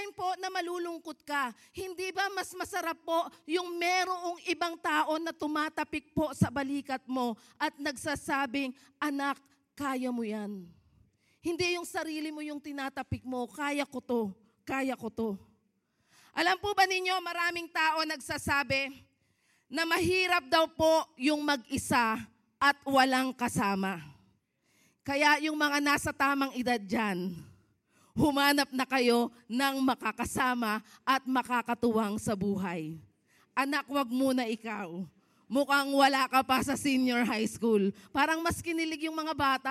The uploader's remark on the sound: Preached last February 11, 2024 at Grace Testament Church's 5:30pm service.